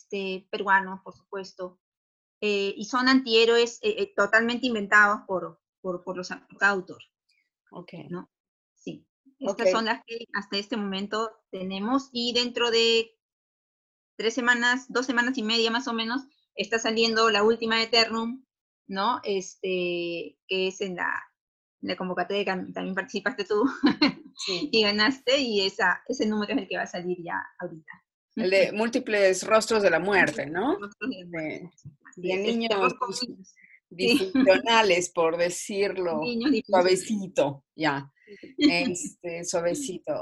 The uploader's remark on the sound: In this Zoom-podcast.